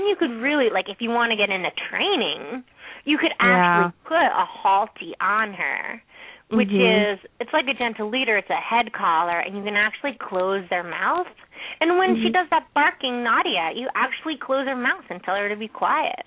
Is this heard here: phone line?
yes